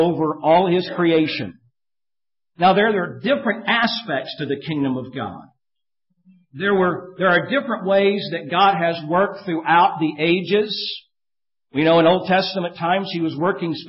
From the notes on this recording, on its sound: Preached at Maranatha Bible Church on September 29, 2013